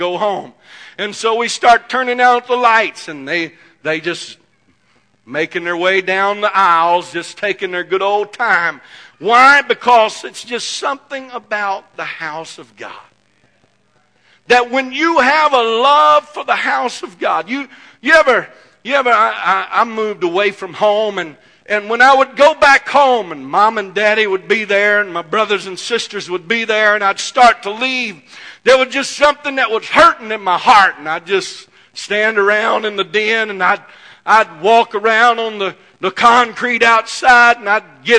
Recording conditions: large echoing room